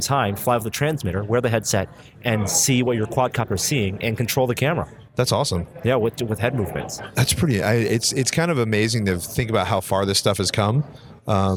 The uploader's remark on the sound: We kick off the year with a podcast recording at the CES in Las Vegas!